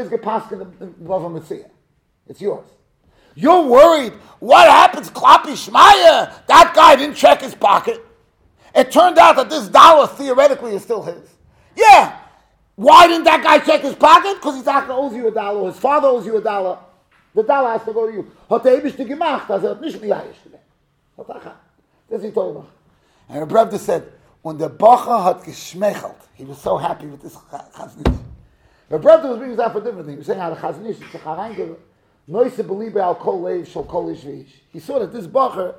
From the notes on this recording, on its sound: Shiur recorded in Yeshivas Ohr Reuven, Monsey, NY.